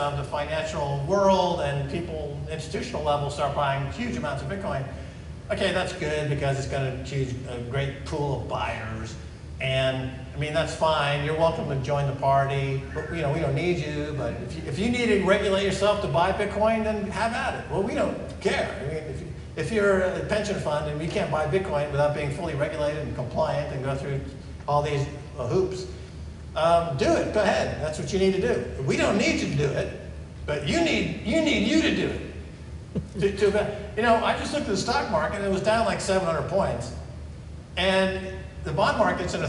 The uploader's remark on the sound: Live from HoshoCon 2018